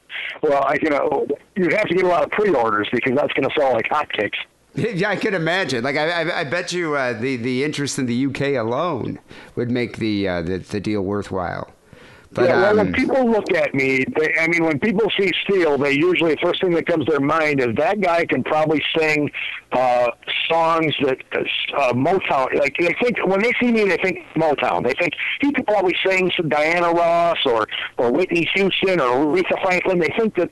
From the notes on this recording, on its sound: Phone calls.